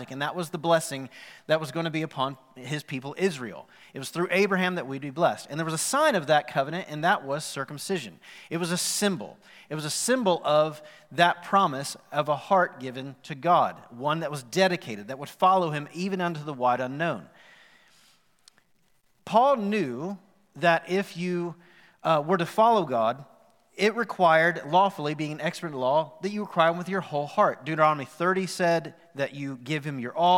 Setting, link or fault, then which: setting, live audience